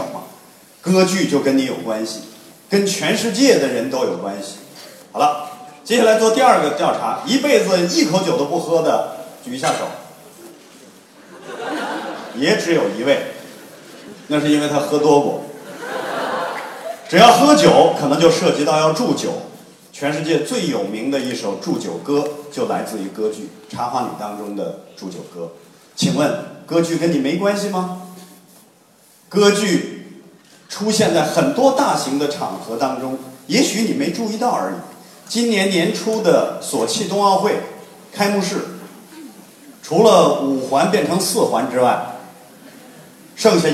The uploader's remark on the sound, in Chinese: 丰台十二中，一堂别开生面的歌剧艺术课正式开讲！更有多位青年艺术家现场演示，还专门设计了让学生互动体验的精彩环节。现场笑声阵阵。